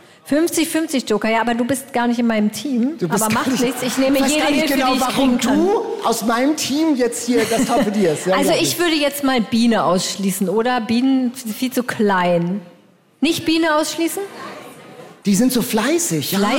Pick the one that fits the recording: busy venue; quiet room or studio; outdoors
busy venue